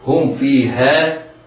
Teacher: على القارئ أن يعتني بإظهار الميم الساكنة قبل الفاء